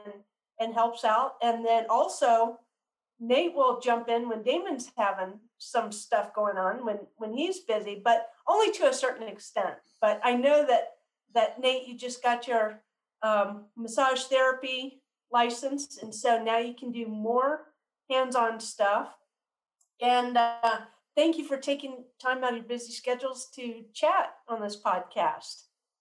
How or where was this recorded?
video call